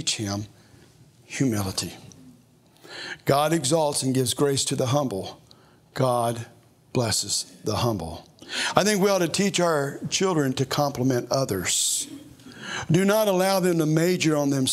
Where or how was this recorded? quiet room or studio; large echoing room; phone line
large echoing room